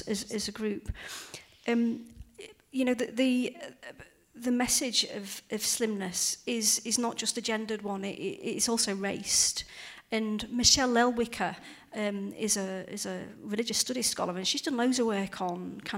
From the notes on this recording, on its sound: The talk was recorded at the Church Times Festival of Faith and Literature, at Bloxham School, in Oxfordshire, in February.